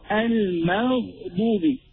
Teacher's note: the غين originates from the upper part of the throat closest to the mouth